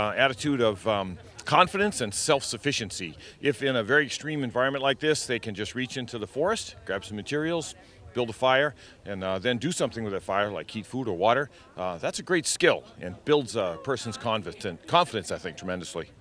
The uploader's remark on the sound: On Location at Spartan Winter Agoge 001